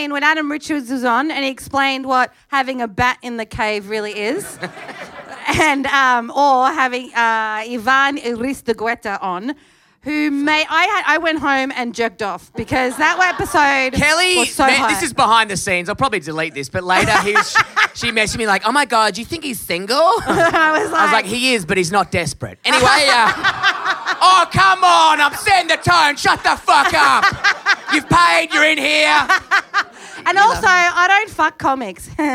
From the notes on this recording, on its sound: Ripper live ep.